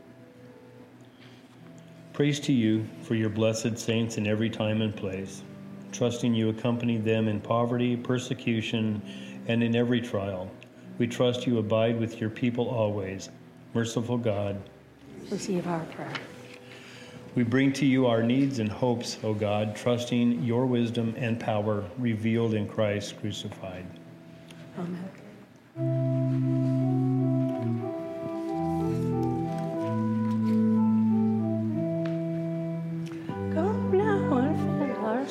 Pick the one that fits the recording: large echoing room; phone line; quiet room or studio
large echoing room